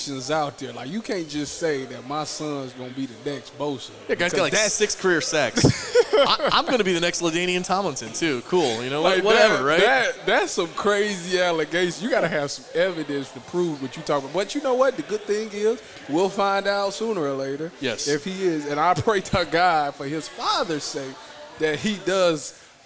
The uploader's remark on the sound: Another live Friday night recording from Buffalo Wild Wings, the official sports bar of Eleven Warriors.